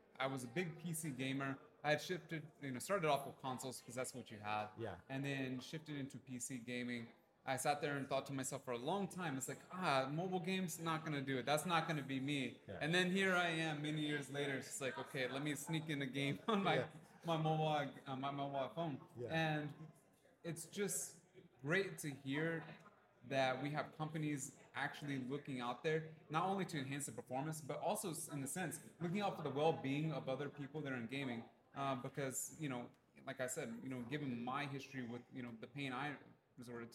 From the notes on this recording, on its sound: hosted LIVE from the EsportsNext 2023 conference